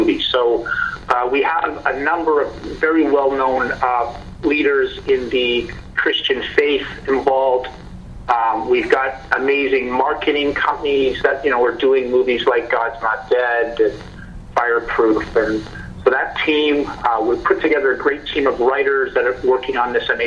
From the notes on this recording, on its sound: Guest via phone from Malibu, California.